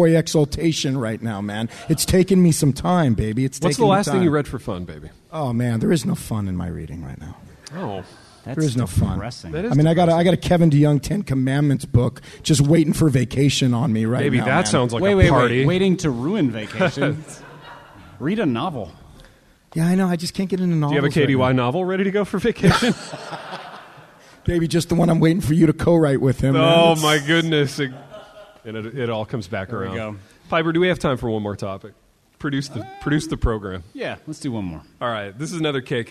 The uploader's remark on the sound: INDY LIVE. LIVE IN INDIANAPOLIS.